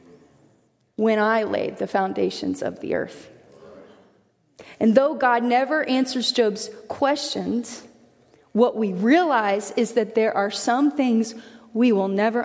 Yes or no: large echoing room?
yes